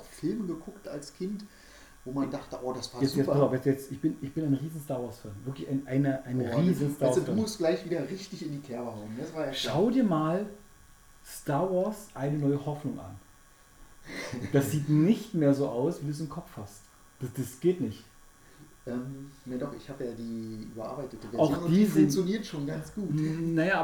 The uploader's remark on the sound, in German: Leider ist die Aufnahme recht leise geworden.